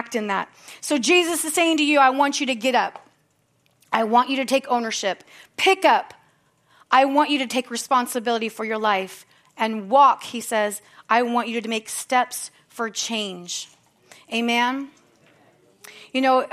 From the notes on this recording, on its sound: from the Sunday service on July 30, 2023 at Harvest Bible Church in Stockton, CA